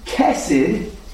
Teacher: There's emphasis on the last syllable.